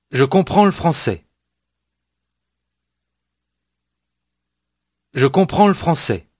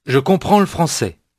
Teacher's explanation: noticing how the L sound gets tacked on to the word before